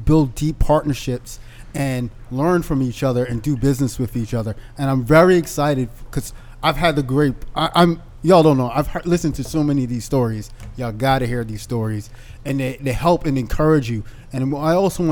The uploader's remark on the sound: This episode was recorded at the Africa & Market innovation event held at WeWork in Copley Square